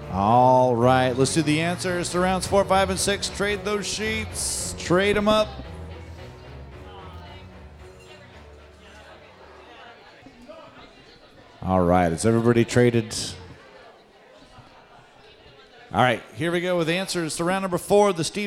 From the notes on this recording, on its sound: It's our second live Halloween pub quiz, this time at the fabulous Berliner Pub!